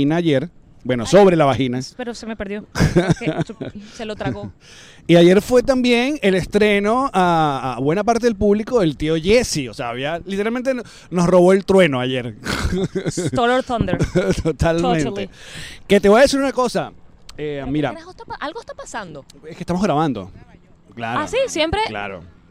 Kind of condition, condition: setting, outdoors